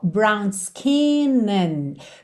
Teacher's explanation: Percebe que o a de and quase não aparece.